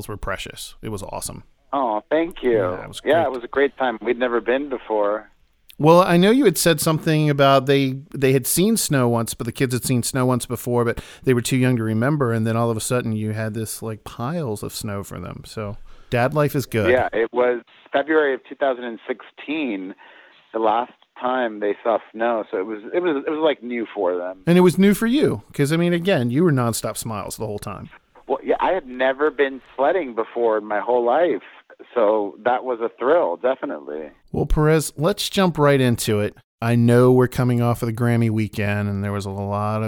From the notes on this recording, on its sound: Called into the Rock Line last Season.